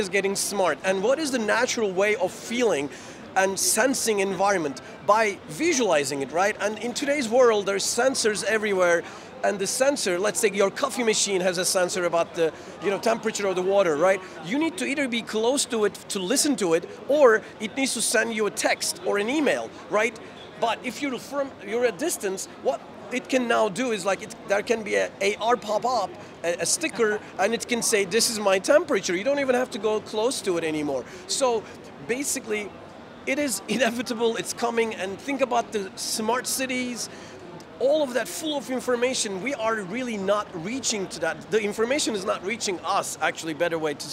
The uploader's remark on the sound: Live from GITEX in Dubai